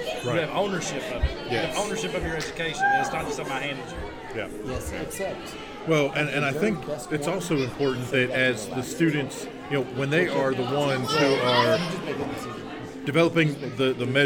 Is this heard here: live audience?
yes